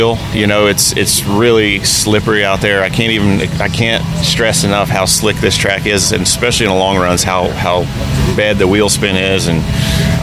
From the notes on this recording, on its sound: On location at Richmond Raceway. Interviews From Richmond Raceway.